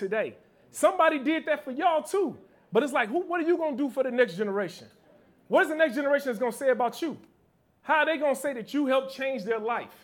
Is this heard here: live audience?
yes